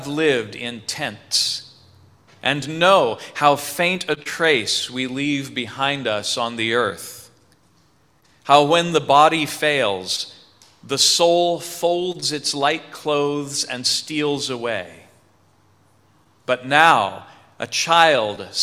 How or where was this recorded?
large echoing room